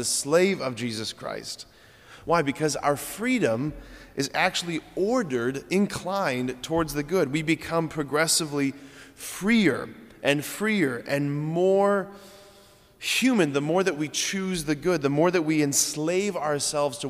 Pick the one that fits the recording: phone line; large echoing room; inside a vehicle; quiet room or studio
large echoing room